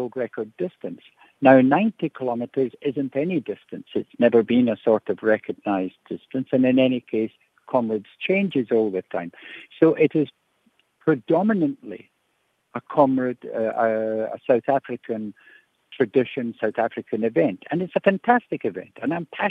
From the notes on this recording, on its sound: Guest on the line